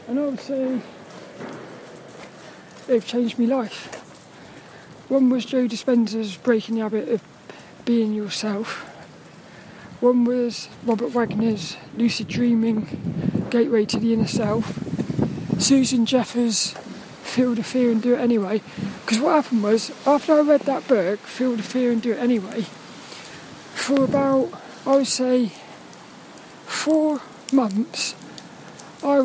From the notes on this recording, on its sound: This 'About The Tings' episode was a walk and talk in the wet windy weather.